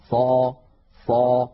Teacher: نجد بأن صوت الصاد يتصعد إلى أعلى الفم لأن هذا هو الاستعلاء. الاستعلاء هو تصعد الصوت إلى الحنك الأعلى عند النطق بالحرف المستعلي.